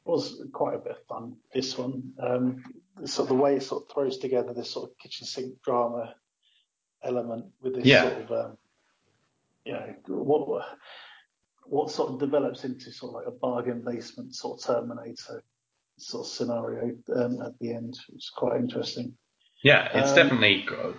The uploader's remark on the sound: Apologies for the audio quality this episode - this is the LAST time we are using skype to record.